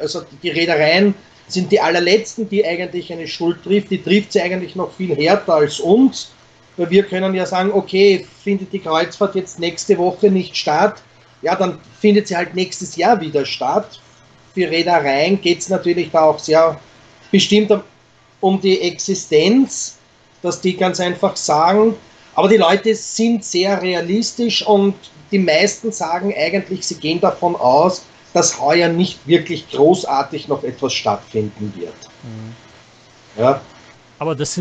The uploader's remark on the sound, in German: Skype-Gespräche - sechs Menschen, sechs Kreuzfahrt-Geschichten in Zeiten der Coronakrise. Es sind ganz persönliche Skype-Interviews.